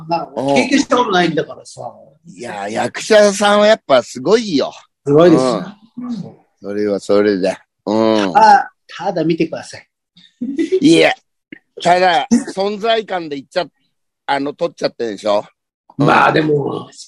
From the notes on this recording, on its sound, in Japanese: ZOOMで収録